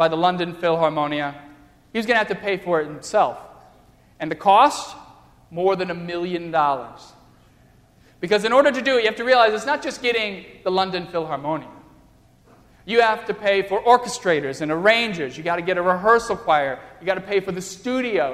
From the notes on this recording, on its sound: during the Crossroads service (9:30 am) on Sunday, December 6, 2015, at First Presbyterian Church of Arlington Heights, Illinois.